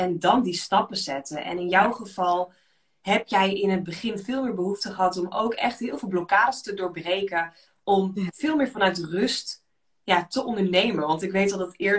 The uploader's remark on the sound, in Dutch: Insta live opname.